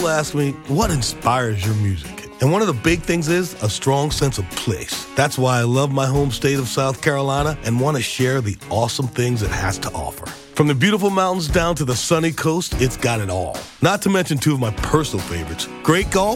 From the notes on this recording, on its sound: we're answering a bucketful of your phone calls